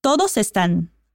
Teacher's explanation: Você vai conectar as duas palavras e lembre-se do som do N no final